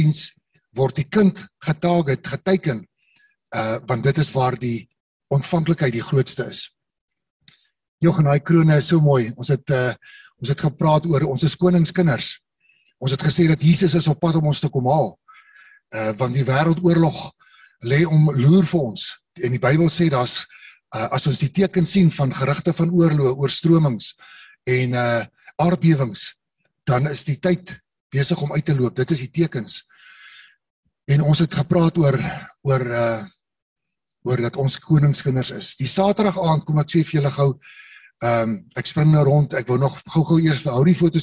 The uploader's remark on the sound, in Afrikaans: Manne van die Woord Zoom Byeenkoms 29 Maart 2022